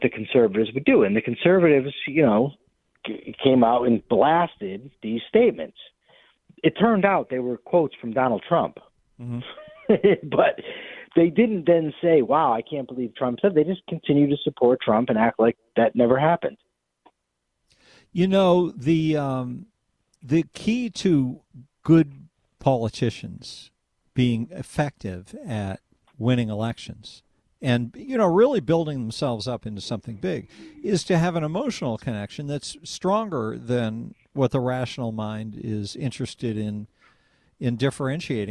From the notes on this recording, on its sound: take a few more phone calls